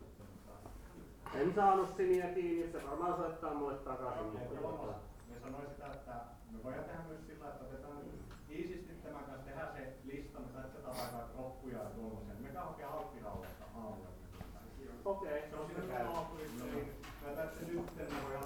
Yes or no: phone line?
no